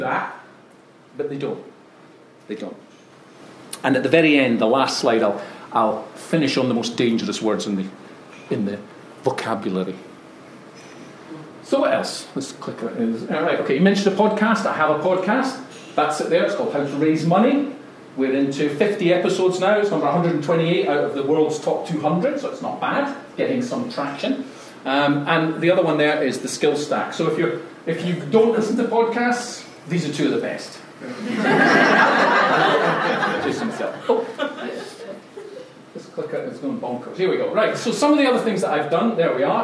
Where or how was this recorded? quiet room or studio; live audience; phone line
live audience